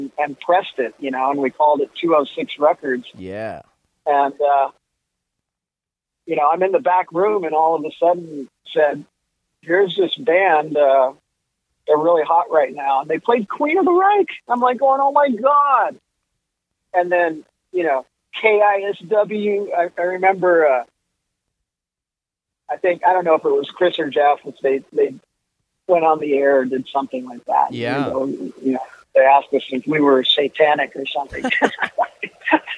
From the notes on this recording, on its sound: I hopped on the phone.